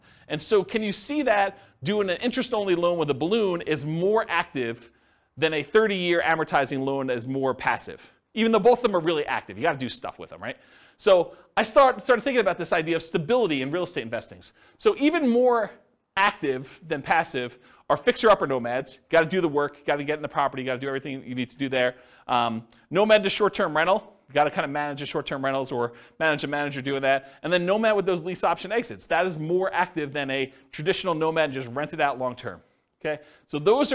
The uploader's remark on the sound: This was a live class recorded